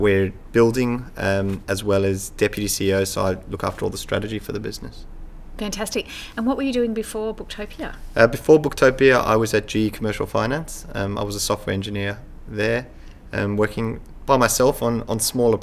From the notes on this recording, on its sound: Recorded at Online Retailer 2017 in Sydney